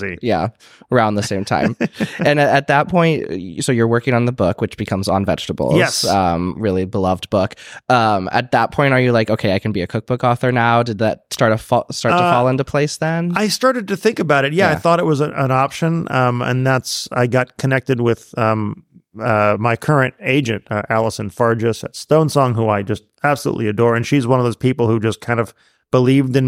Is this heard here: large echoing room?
no